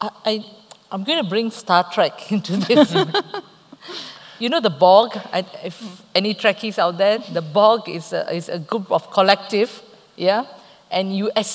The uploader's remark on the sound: TASME TiME Live at the ASME ASM. We had a pleasure of hosting a special live episode of TASME TiME.